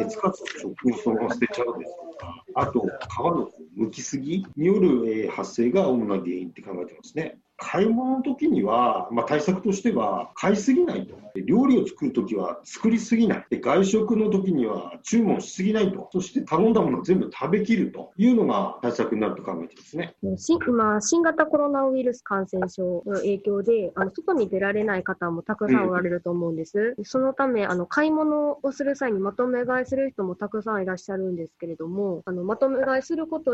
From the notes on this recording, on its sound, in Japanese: Zoomによるリモートインタビュー